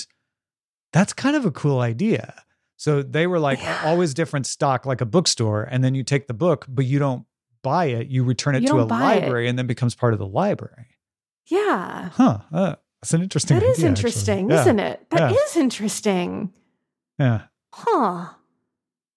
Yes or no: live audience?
no